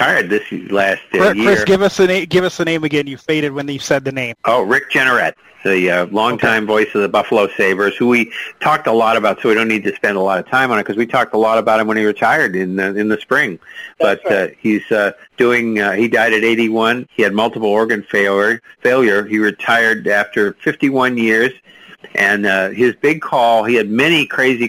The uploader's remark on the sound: take your live calls